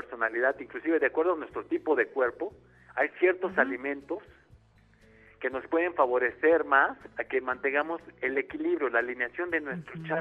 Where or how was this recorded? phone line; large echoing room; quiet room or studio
phone line